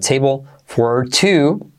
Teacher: La L casi no se pronuncia al final.